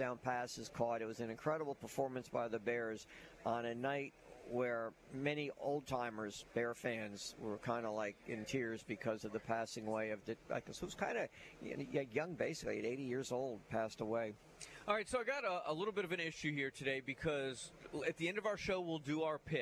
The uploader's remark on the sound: LIVE at Faith Academy!